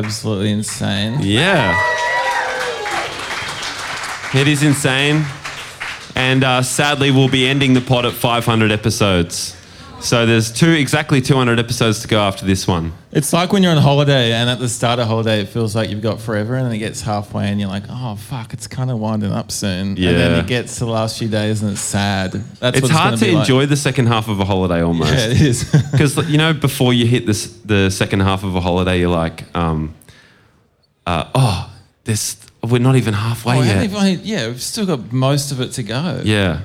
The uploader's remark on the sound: Live at Lulie. We're still live in Naarm.